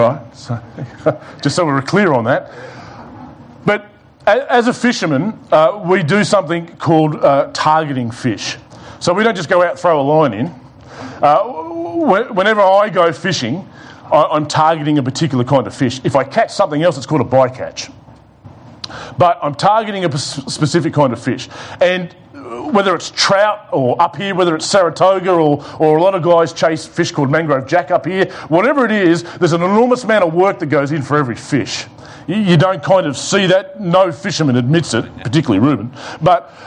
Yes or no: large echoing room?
yes